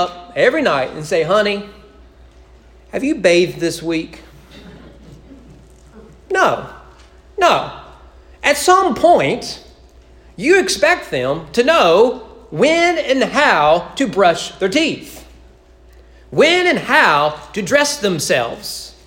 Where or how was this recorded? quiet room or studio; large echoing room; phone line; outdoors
large echoing room